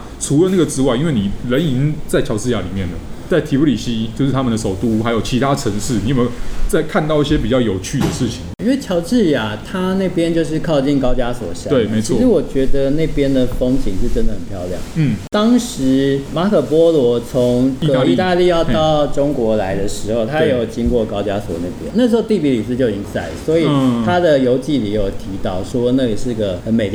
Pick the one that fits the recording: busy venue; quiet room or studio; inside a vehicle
busy venue